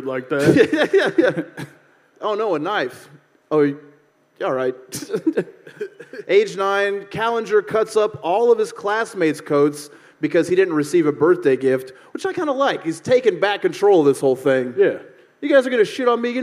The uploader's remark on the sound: This live episode from deep in the heart of Texas.